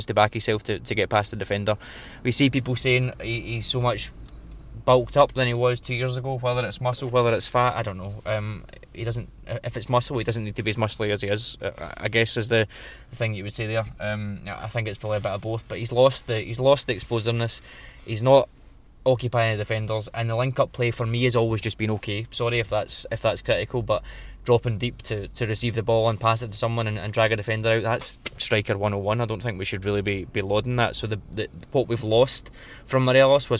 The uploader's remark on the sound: Live From GVB Unveiling. Highlights from the press conference.